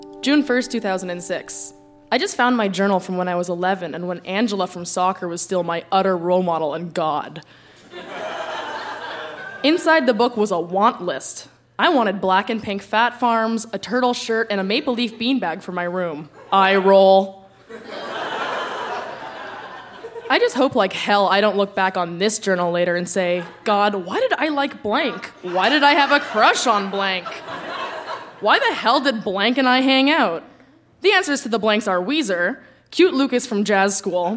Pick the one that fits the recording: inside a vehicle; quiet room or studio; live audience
live audience